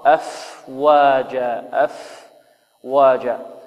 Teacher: الفاء تخرج من باطن الشفة السفلى مع أطراف الثنايا العليا